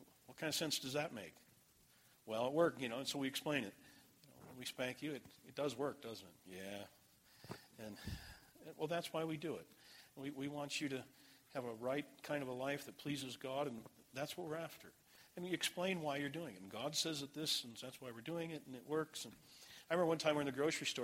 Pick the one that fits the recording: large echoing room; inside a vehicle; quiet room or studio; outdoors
large echoing room